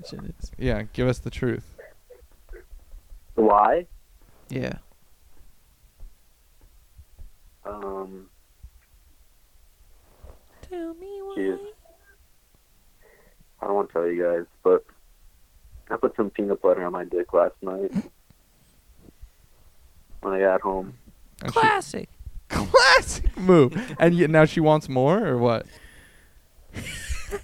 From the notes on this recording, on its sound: a co-worker who gets on the phone